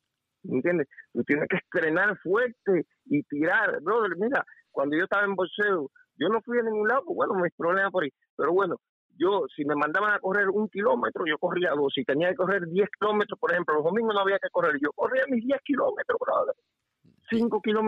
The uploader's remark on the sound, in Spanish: LLamadas telefonicas en vivo. En un programa especial de Sábado por la mañana. Abrimos las lineas y dejamos que sean nuestros lectores los que den sus opiniones.